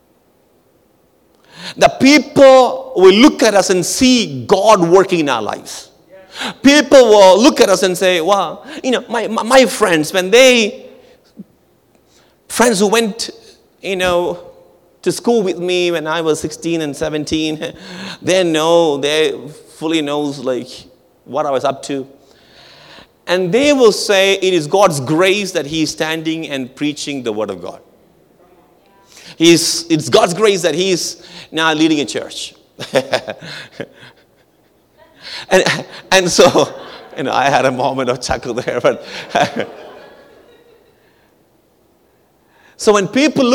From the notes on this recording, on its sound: at our March 2023 Edmonton Gathering at Calvary Community Church